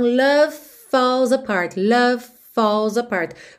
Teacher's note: V de love e F, F, F, F de falls são feitos no mesmo lugar, ok? Lábio inferior no dente superior.